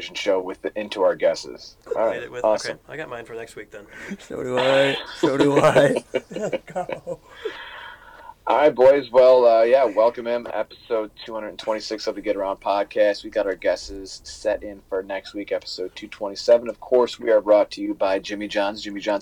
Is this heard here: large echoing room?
no